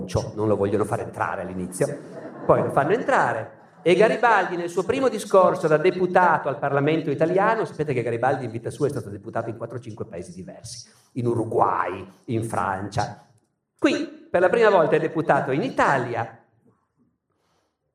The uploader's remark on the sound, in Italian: Teatro Nazionale di Genova, 2019